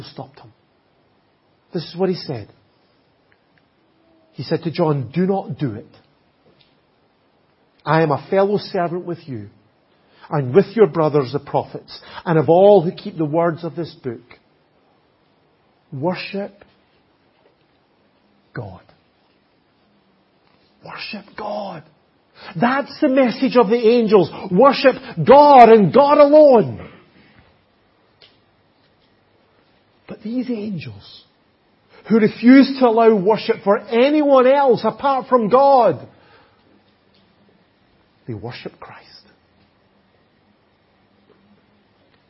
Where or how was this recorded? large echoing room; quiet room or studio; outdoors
large echoing room